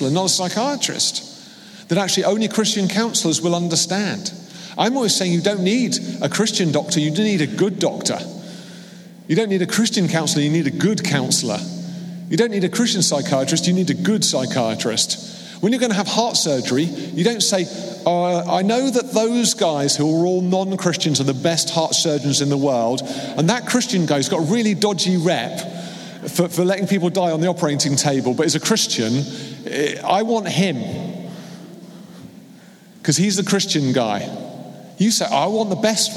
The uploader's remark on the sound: Keynote from the Mind and Soul "Running On Empty" conference.